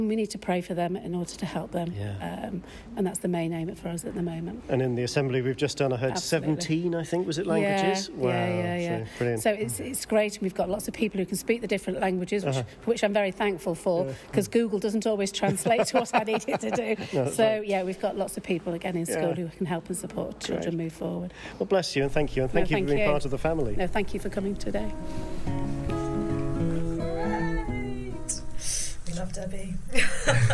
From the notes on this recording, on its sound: sorry about the slight hiss